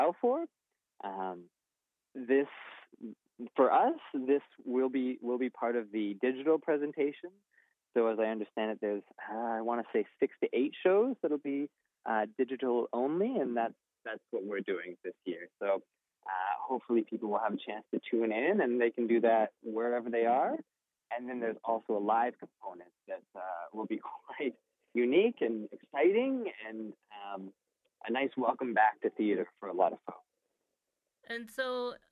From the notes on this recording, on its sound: joins us by phone